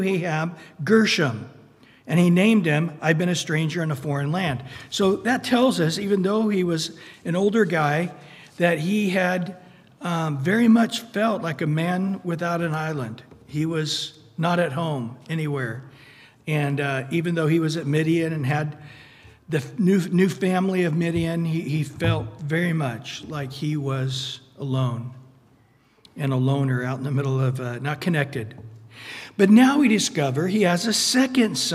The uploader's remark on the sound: Recorded at Calvary Chapel of Los Alamitos on Aug 30 2023 on Wednesday evening sermon. Recorded at Calvary Chapel of Los Alamitos on Aug 30 2023 on Wednesday evening sermon.